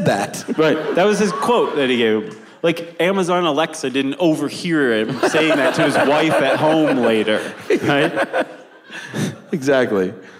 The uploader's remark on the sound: special live benefit episode recorded in Atlanta